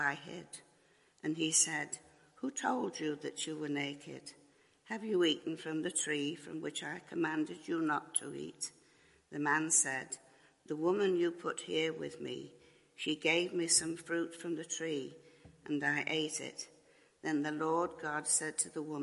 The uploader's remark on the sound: Christ Church, Bayston Hill (UK)